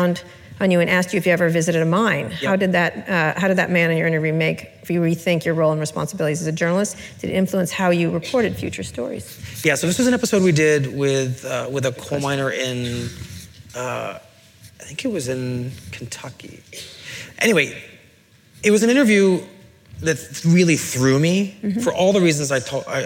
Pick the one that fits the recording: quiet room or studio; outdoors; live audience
live audience